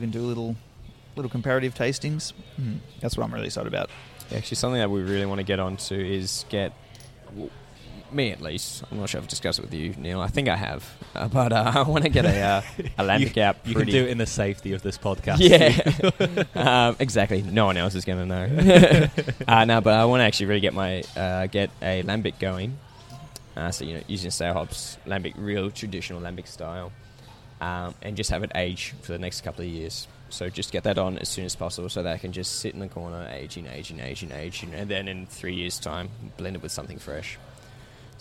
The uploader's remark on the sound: Burnley Brewing based in Bridge Road, Richmond. The episode was recorded at the brewpub.